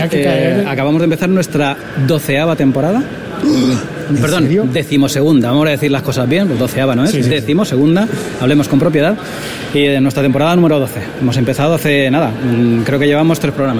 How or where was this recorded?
busy venue